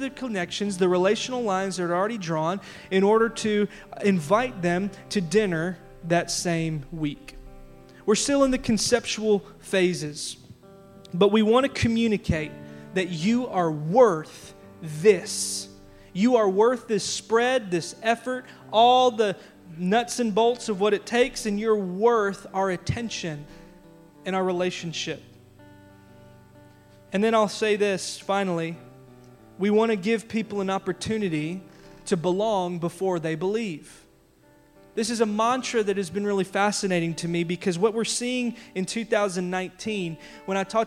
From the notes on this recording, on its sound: audio from our big church-wide announcement from our Worship Gathering February 16